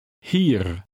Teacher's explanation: A final R in Dutch is very slightly trilled